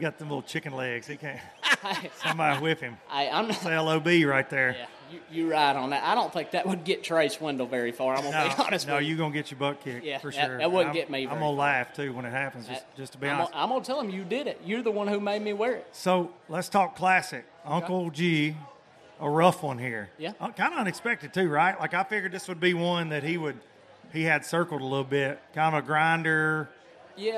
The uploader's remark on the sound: From the Low Lifer Parking Lot Party. In front of a rowdy bunch of Low Lifers.